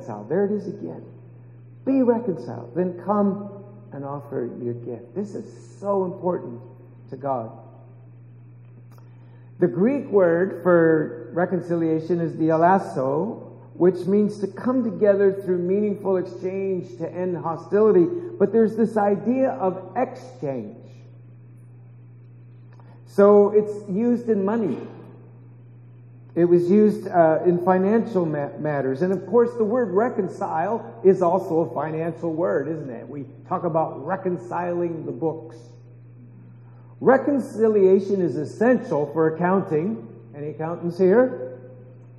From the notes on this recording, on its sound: we apologize for the poor sound quality